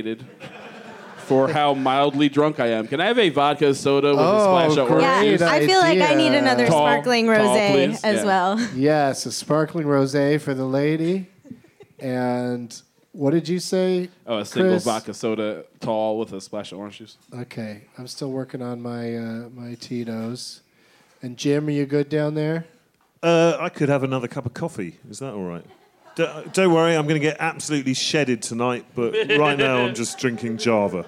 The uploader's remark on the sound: Live from The Highball at Fantastic Fest in Austin